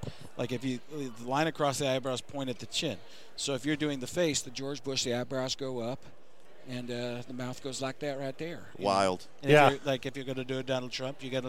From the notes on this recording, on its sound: live on Radio Row